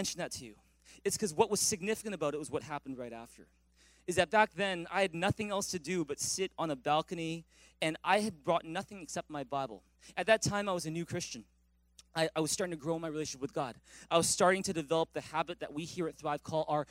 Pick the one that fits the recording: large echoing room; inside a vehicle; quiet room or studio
large echoing room